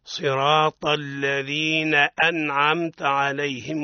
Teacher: همزة القطع في لفظ أنعمت لابد أن نحققها ونرققها